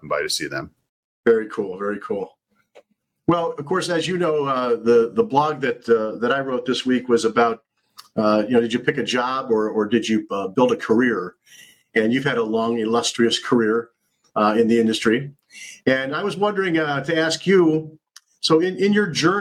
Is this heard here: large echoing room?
no